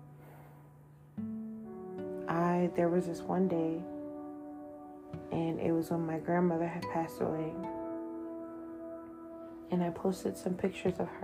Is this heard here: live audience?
no